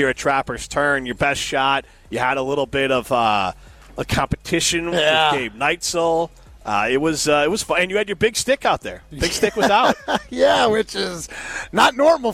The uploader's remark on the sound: live from the inaugural ESPN Madison Open